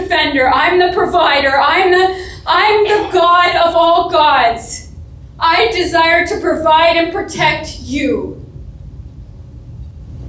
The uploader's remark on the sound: our live service at the Xtreme Theatre